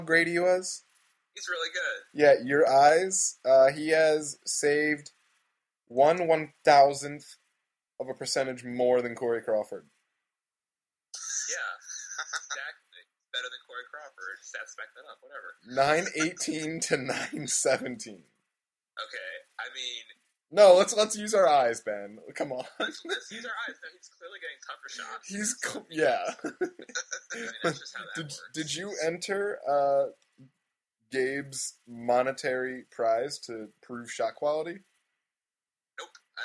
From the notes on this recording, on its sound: The sound quality isn't the best this week. We had recording issues and had to settle for a backup recording, which we're lucky we had at all.